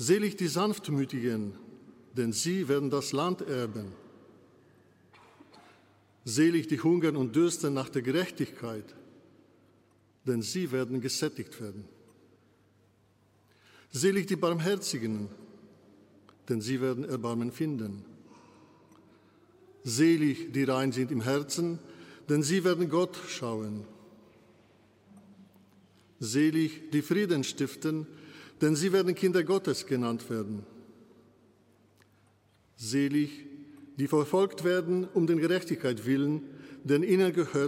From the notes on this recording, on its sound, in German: Live-Gottesdienstübertragung aus der Allerheiligenkirche in Nürnberg